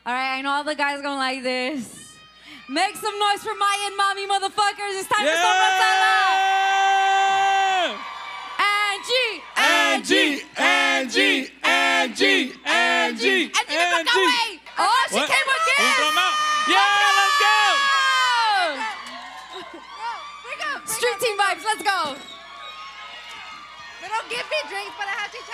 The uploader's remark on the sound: Live from the El Rey Theatre in beautiful Los Angeles, CA. Perform the podcast in front of a live audience of over 500 people. Recruit people in the crowd for juicy Sombra Sala stories.